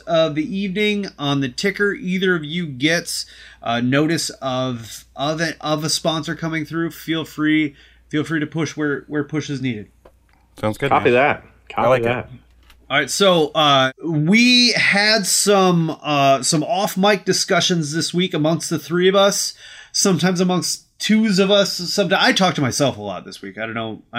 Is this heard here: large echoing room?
no